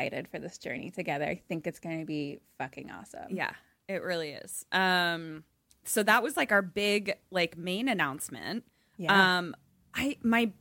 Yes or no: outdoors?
no